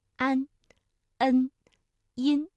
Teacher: 这个前鼻音呢，大家感觉到它的发音部位明显的靠前，那舌尖抵住上齿龈